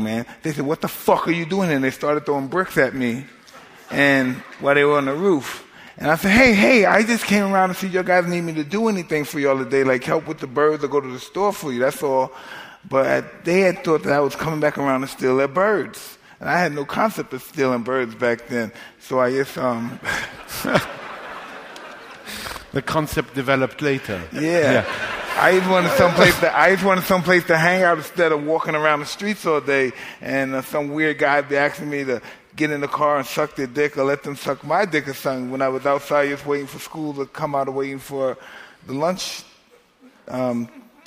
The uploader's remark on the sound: LIVE From the NYPL